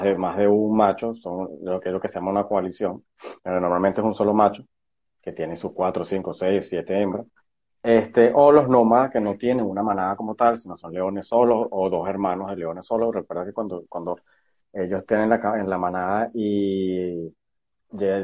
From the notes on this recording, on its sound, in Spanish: a través de live en instagram.